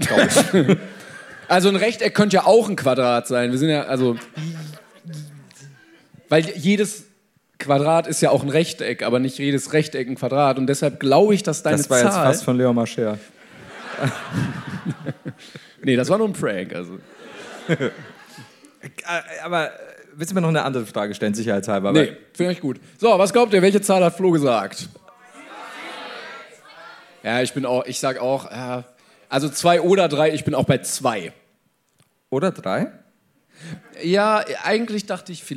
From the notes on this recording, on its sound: LIVE in Hamburg.